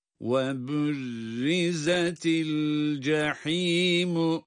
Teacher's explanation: ha boğazın ortasından boğaz sıkılarak çıkan harftir